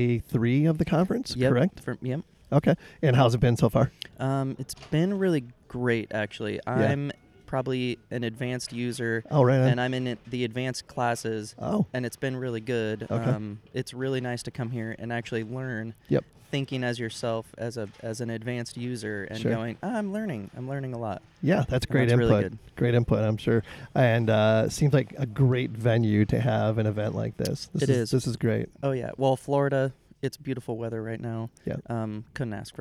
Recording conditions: busy venue